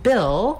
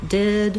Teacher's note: we have the vowel ih, which is a lax high front vowel. Basically, that's the same vowel sound that's in did, and when you learn a lot of words and sounds surrounding that ih sound, it's easier to do it in the word Bill.